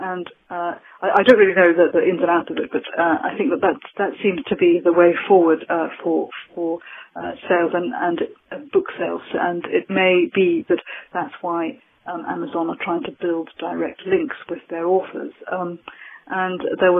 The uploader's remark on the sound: I check out the live phoneblogging platform Ipadio. With some live phoneblogs on my mobile phone.